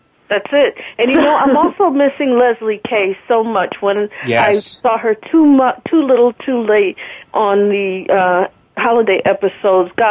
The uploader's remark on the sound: We're opening the phone lines for fans to call. Soap Central Live airs every Friday at 6pm Eastern/3pm Pacific on the Voice America Talk Radio Network.